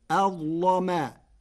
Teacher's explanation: قرأ ورش كلمة أظلم بتفخيم اللام فتصير أظلما لمجاورتها حرف الاستعلاء